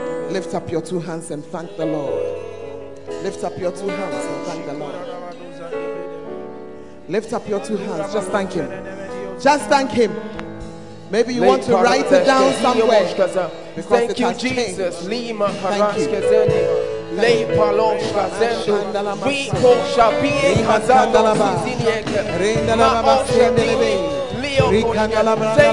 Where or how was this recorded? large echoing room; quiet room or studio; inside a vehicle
large echoing room